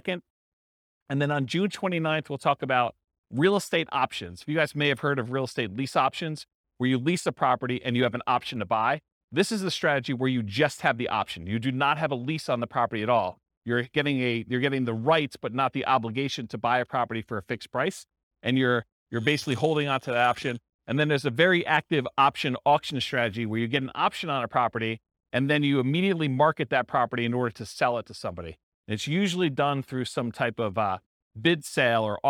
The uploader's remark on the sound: This was a live class recorded